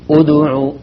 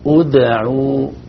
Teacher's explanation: الصحيح أن الدال ساكنة ومقلقلة بس بدون ضم فنقول إيه أدعو يعني نفك ضمة الشفتين في الدال · Shown in: second take